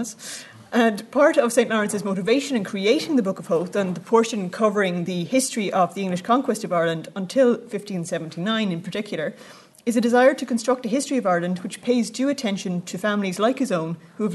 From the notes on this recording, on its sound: at the 2022 Tudor and Stuart Ireland Conference